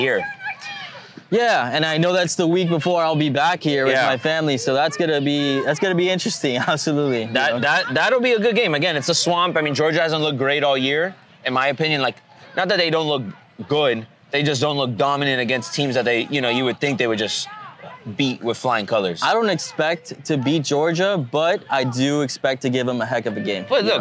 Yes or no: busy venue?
yes